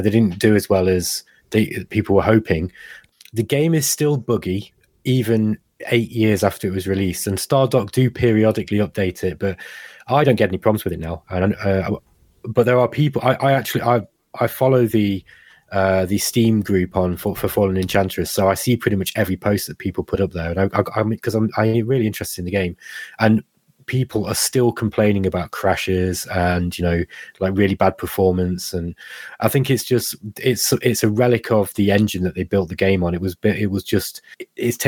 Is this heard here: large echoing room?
no